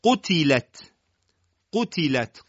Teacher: قاف درشته ولی تا و لام و تا ساکنه حالت استفال دارن · Term: تفخیم